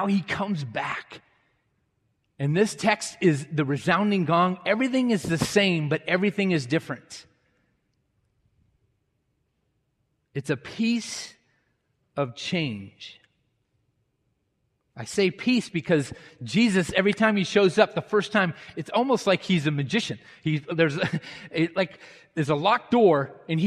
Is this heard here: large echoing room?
yes